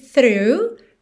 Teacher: Through, linguinha lá nos dentes da frente, through e o GH do final totalmente mudo